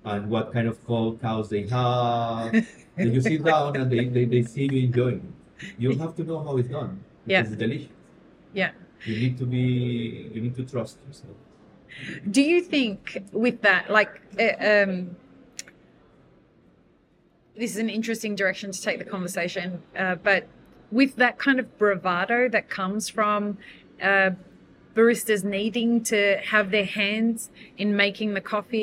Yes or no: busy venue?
yes